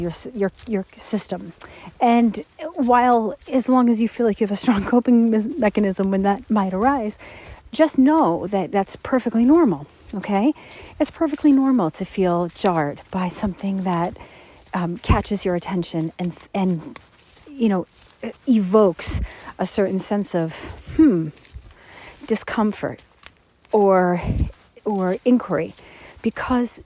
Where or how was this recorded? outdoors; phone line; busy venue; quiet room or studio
outdoors